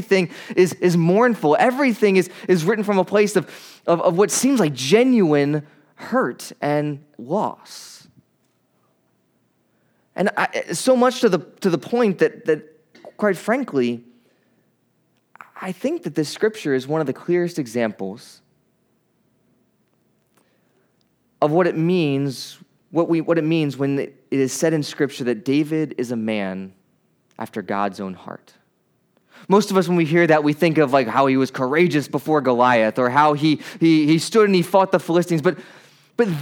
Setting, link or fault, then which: setting, large echoing room